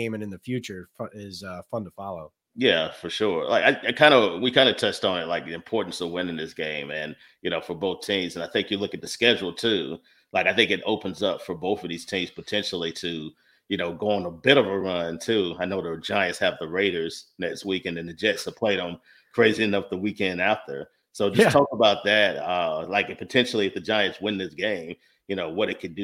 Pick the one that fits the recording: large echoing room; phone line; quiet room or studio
quiet room or studio